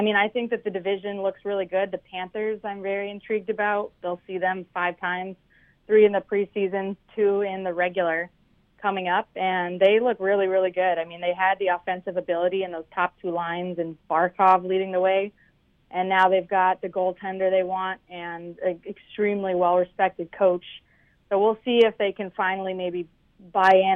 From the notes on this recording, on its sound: hops on the phone